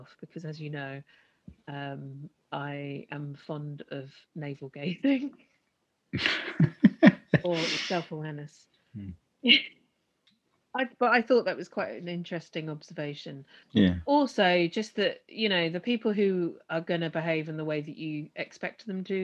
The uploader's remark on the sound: Beset by internet problems and emotional (and technical) pauses